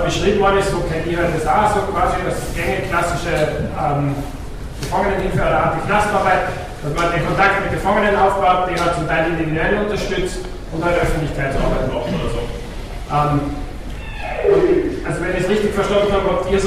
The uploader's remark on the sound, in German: Auf den A-tagen 09 (Hamburg). Mitschnitt des am 13.06.09 auf den A-Tagen stattgefundenen Workshops.